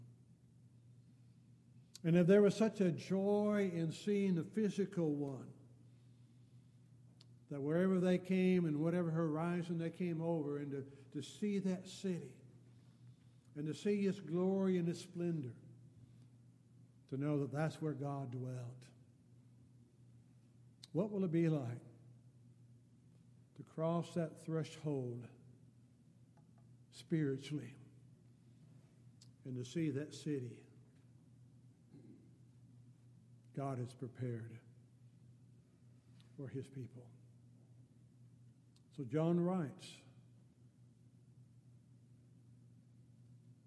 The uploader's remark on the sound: Downtown Church Of Christ Audio Sermon